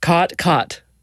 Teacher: there you have what's called the caught merger, or in linguistic circles, the low back vowel merger